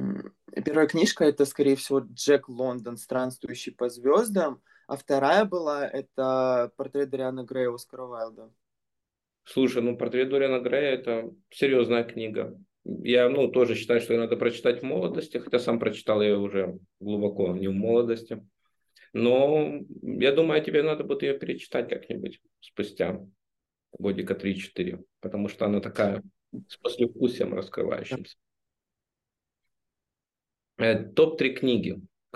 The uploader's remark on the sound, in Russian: Zoom_подкастов